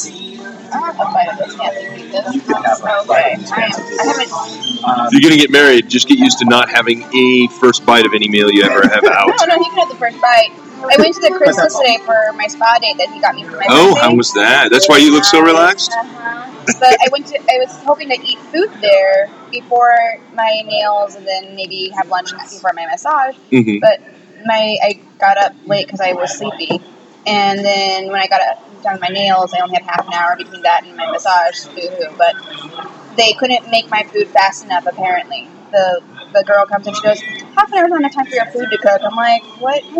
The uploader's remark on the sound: This week, we reminisce about the second part of the Bellingham Tap Trail, featuring recordings made during the final few stops.